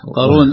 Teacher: قارون مفخم في القاف والراء